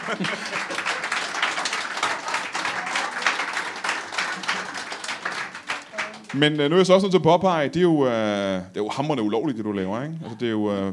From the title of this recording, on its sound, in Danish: LIVE fra Hanstholm Madbar